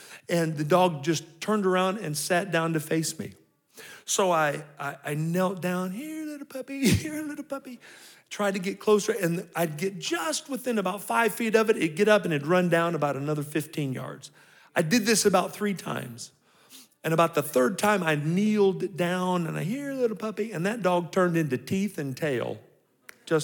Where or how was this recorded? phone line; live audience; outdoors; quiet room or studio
live audience